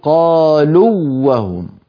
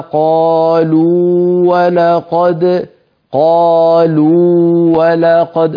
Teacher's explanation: فاجتمع واوان، الأولى ساكنة والثانية متحركة، لكن الواو الأولى واو قالوا يعني واو مدية، وحرف المد لا يدغم · Shown in: second take